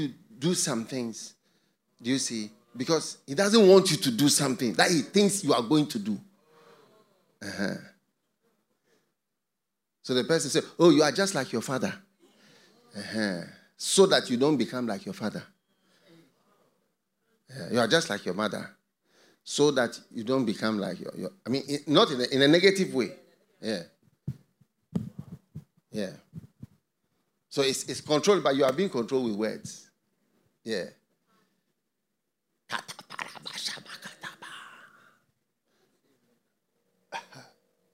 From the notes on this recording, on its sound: Preached at the FLOW Church Service.